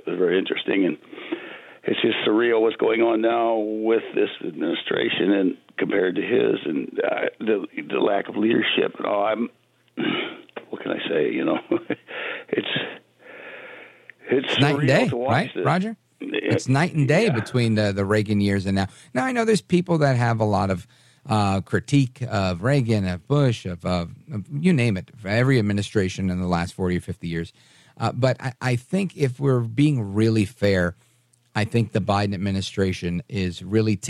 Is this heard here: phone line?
yes